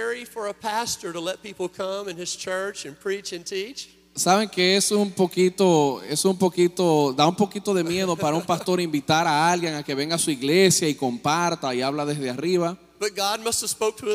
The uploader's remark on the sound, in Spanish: Mensaje grabado en Iglesia Cristiana, Santo Domingo, República Dominicana.